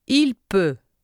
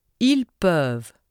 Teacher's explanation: Notice too that you can differentiate between the singular il, elle form and the plural il, elle form by listening for the final sound in the verb. The singular form ends with a vowel sound. The plural has a final consonant sound.